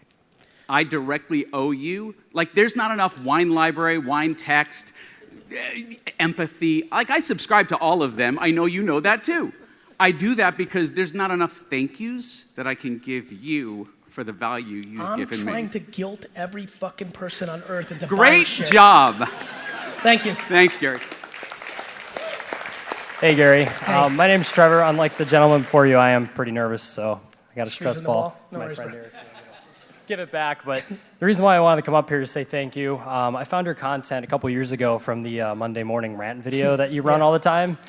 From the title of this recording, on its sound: Digital Agency Expo Keynote